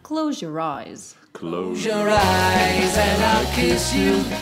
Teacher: з и Е, вот получается такое Ж.